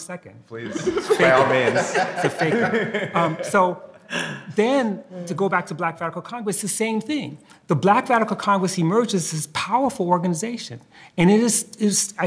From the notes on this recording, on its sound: Live Dig interview from the Socialism 2022 conference in Chicago.